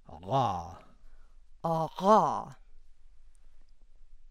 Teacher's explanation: Then the voiced epiglottal fricative